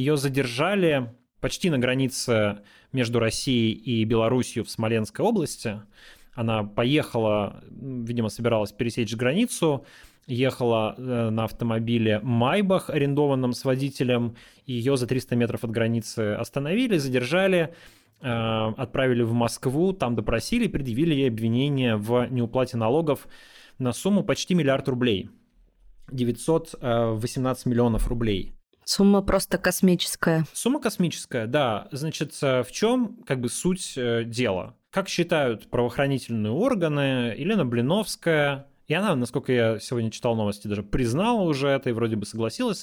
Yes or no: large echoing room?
no